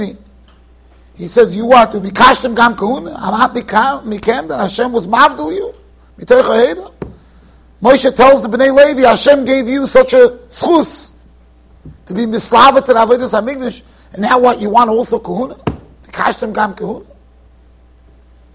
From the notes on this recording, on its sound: Shiur recorded in Yeshivas Ohr Reuven, Monsey NY.